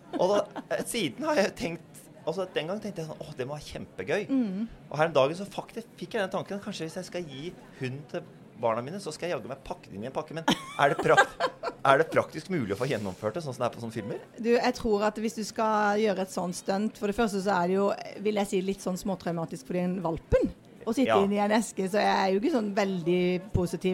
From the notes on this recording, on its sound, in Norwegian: Live julespesial fra Acast sitt studio i "Jul i Vinterland" midt i Spikersuppa i Oslo.